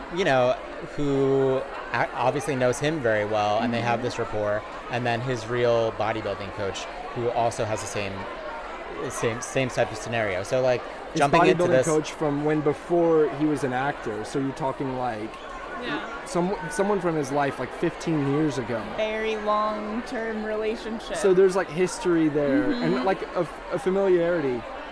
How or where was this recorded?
busy venue